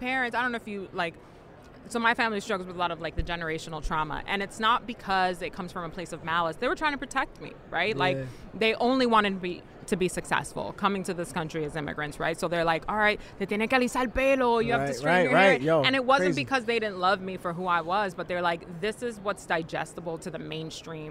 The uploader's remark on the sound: live from Super Bowl LVII Radio Row